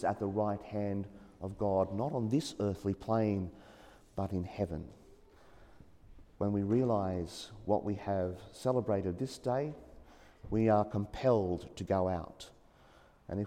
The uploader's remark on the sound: As preached during the 9am Mass at St Joseph's Church, The Junction.